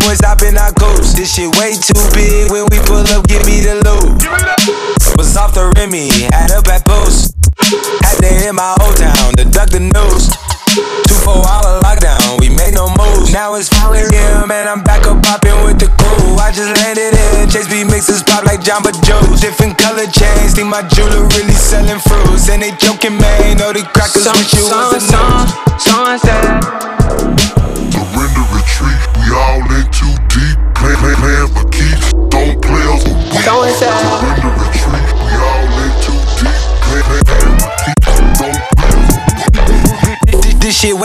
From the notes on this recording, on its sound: recorded live from the heart of my university campus